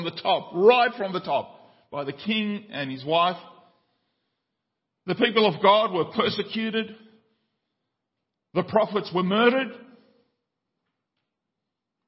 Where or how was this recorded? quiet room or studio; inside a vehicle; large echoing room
large echoing room